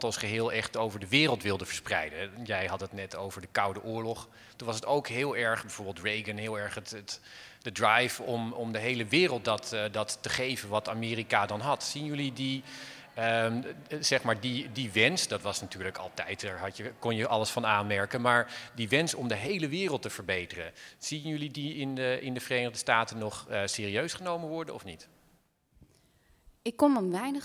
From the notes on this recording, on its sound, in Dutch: Live vanuit de Stadsschouwburg Amsterdam.